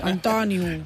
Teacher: Antoniu, amb entonació, a sa O, no a sa U.